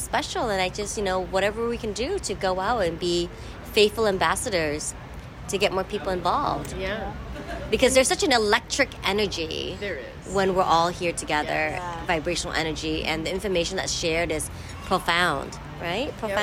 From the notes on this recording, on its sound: 2023 AATH Conference. First hand interviews, sounds from the actual conference.